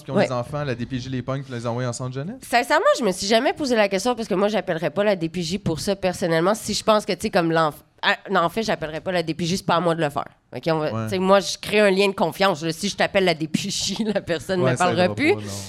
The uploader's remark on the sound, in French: Épisode enregistré le 9 mai 2023 au Verre Bouteille.